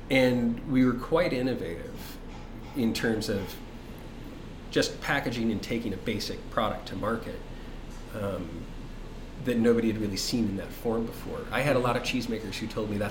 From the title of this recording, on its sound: Live at Daly's